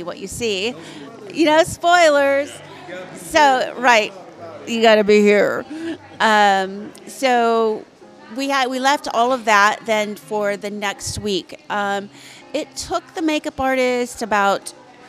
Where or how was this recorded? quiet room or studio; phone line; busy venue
busy venue